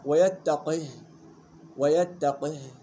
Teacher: ينتبه الى اسكان القاف مع قلقلتها واسكان الهاء